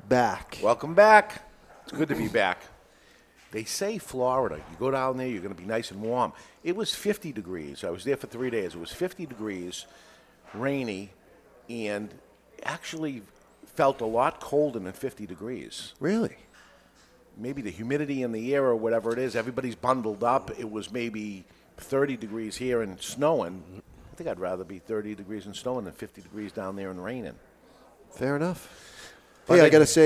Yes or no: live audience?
yes